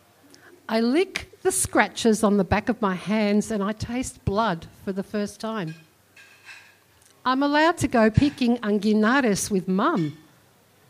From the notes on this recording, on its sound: This episode of the Spoken Word show replays a recording of the event.